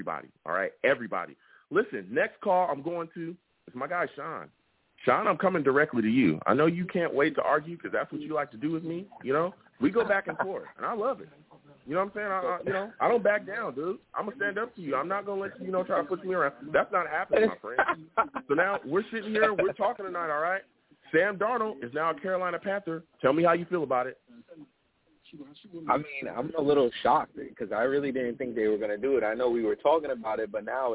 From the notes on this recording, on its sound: I also take live callers!